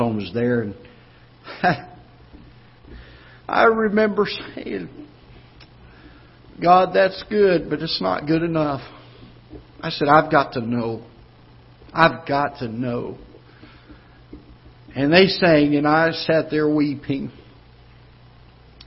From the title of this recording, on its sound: Ketha Heights Baptist Church ~ Live Broadcast